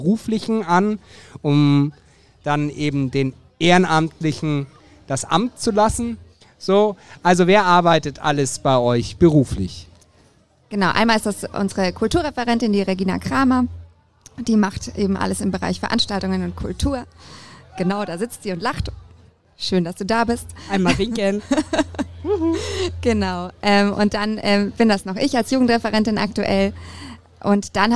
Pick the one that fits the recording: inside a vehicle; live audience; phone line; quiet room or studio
live audience